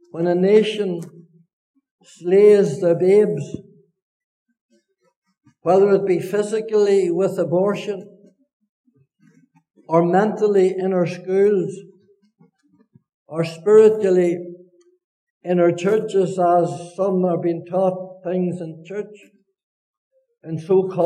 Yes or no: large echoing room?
yes